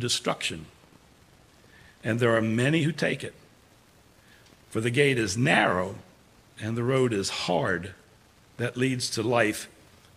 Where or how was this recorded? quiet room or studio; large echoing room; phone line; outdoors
large echoing room